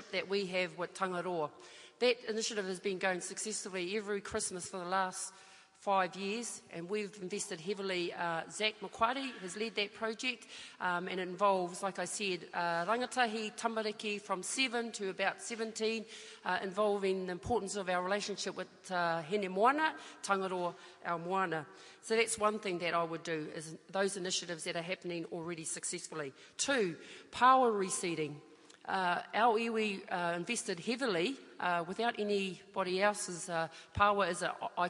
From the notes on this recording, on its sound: Part two of Ikaroa Rawhiti debate. Audience members put a few questions to the candidates.